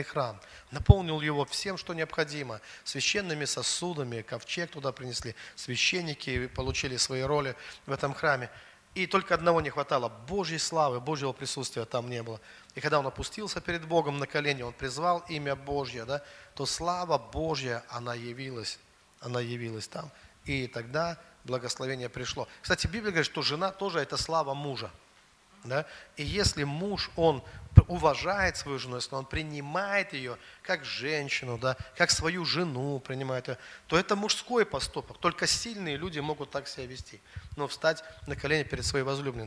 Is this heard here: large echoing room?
yes